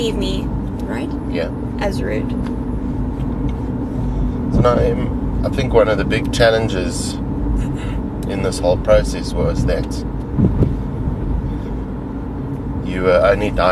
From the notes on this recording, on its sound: A brave 12 year old speaks in the car.